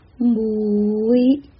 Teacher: 结束音在一上面，每不是闭唇音